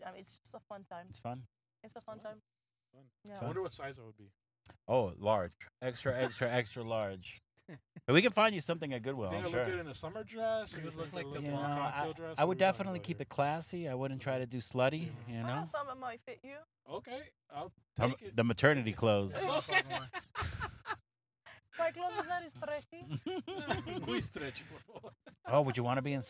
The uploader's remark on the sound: On this episode, we are in the car.